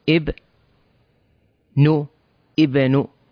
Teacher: كلمة ابن في أول الكلمة نقرأ الألف أو الهمزة مكسورة إي ثم مع الحرف الساكن إب نو إبن. · Term: همزة الوصل